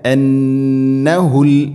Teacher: ഫയഅലമൂന അന്നഹുൽ, നൂന് ശദ്ദ് ഗുന്ന ചെയ്യണം.